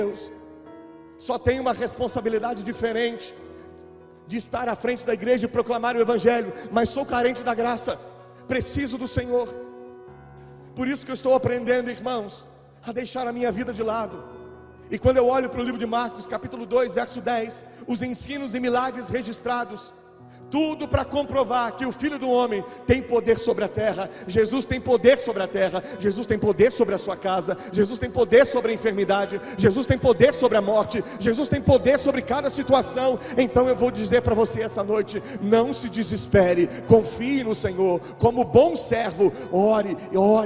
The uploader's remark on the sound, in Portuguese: Gravado ao vivo na igreja.